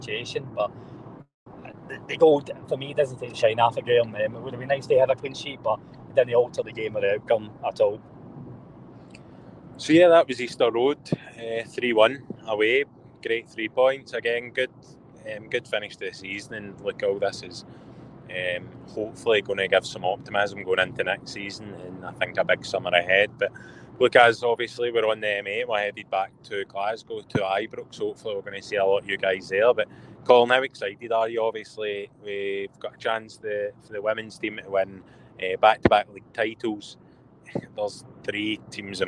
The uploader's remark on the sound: Live from the M8 as they cover two games in one day!